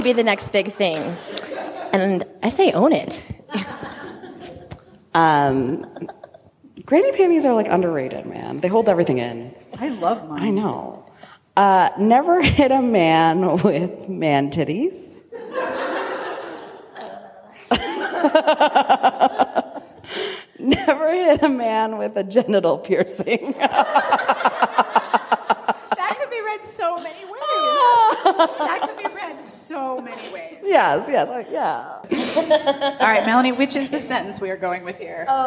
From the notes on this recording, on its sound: Our Live Show at RWA!